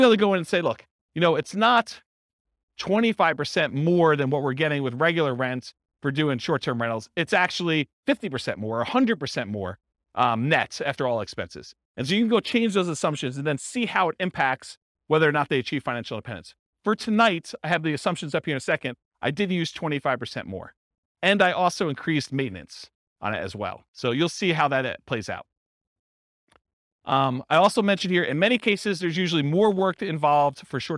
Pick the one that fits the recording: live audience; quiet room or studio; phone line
live audience